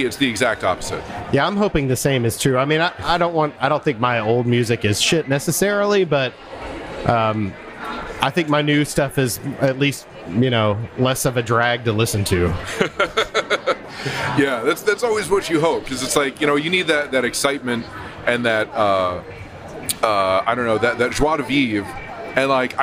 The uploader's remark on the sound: on location at the Memphis Listening Lab/WYXR Record Swap in Crosstown Concourse